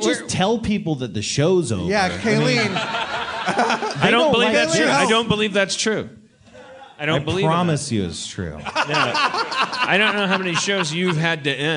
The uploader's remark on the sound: LIVE from Seattle 2014. Live podcast in Seattle to a powerful crowd.